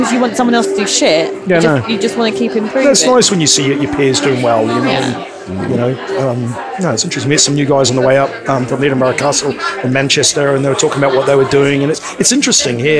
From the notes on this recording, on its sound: In a special recording of the Lock In podcast, live at the Estrella Damm Top 50 Gastropubs event recently.